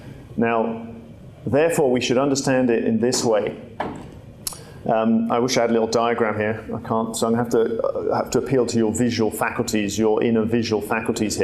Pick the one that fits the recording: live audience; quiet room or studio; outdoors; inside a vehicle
live audience